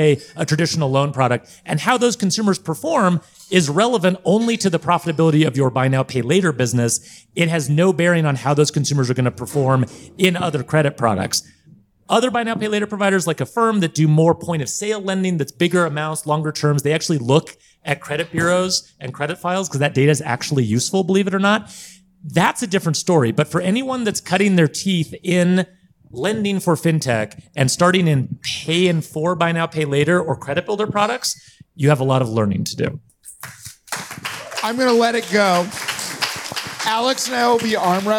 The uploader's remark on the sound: The show comes from live from Colorado. Recording during the Fintech Devcon 2022 event.